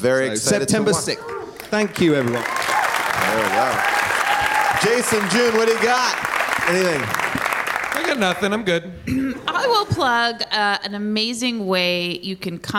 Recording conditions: live audience